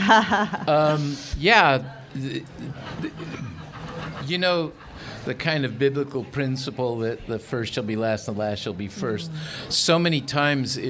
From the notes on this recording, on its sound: A session from the 2019 Festival of Books curated by Pima County Public Library’s Nuestras Raices.